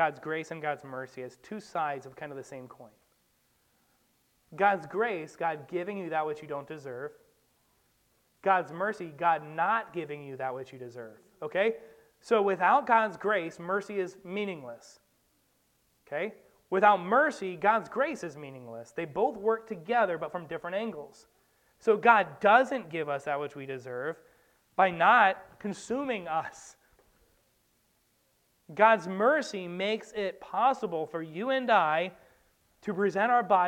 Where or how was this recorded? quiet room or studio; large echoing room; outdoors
large echoing room